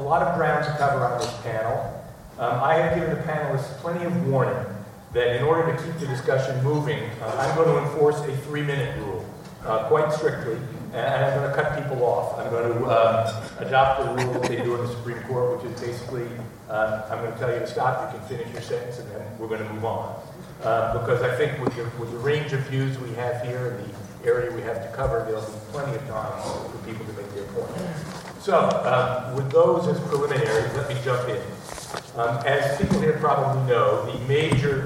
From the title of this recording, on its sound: LIVE from the Annual Conference